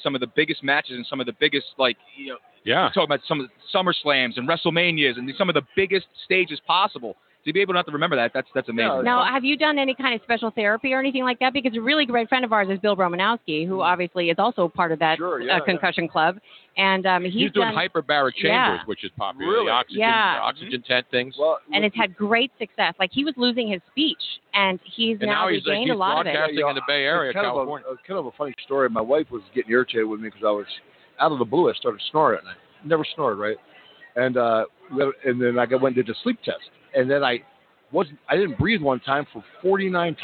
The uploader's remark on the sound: Live From Super Bowl Radio Row Day One